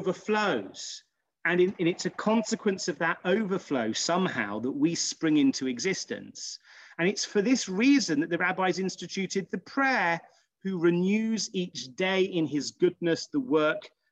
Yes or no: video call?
yes